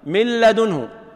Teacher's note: نحول النون إلى لام ثم تضغم اللام في اللام من لدنه إذن لا يوجد أثر للحرف الأول يذوب برمته ويدخل في الحرف الذي يليه هذا معنى إدغام يعني إدخال شيء في شيء.